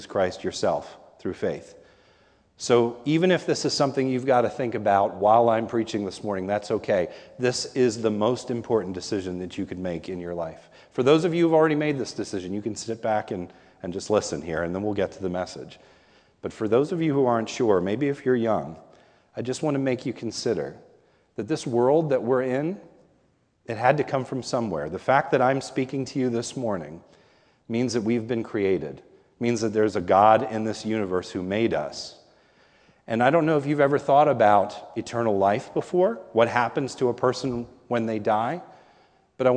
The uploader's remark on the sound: This is a sermon recorded at the Lebanon Bible Fellowship Church in Lebanon, PA during the morning service. Was preached on Communion Sunday.